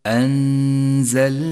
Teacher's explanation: نخفي النون بالزاي مع بقاء غنة للنون من غير تشديد للزاي · Term: حكم الإخفاء